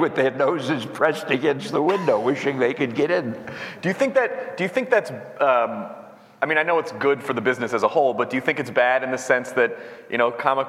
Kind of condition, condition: setting, live audience